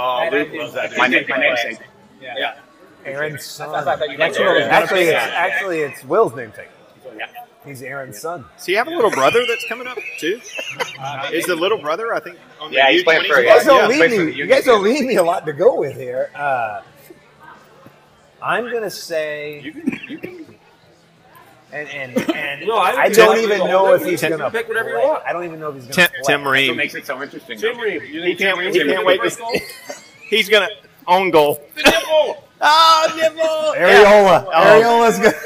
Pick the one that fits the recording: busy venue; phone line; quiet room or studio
busy venue